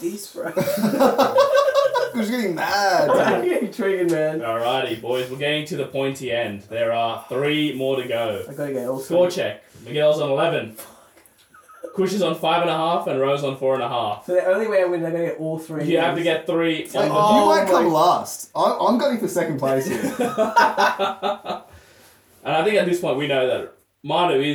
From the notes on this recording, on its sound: Our episode starts with an apology this week as our audio is completely scuffed throughout as well having to scrap our usual weekly wrap up segment.